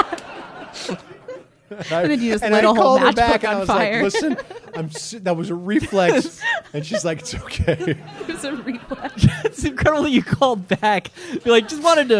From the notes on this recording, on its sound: Live from New York City. Questions from the audience.